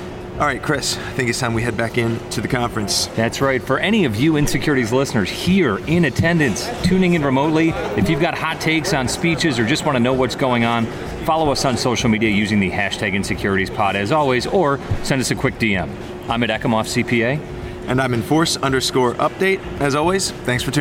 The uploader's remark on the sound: SEC Speaks From the Conference Floor. Live from PLI's The SEC Speaks in 2022 program.